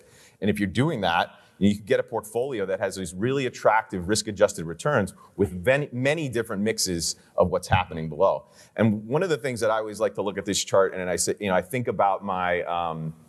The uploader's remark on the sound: A daylong event for advisors. Sessions ran both onstage in Vancouver to a live audience, and from our Toronto studio for a crowd of thousands more online. They also field a few questions from the live audience.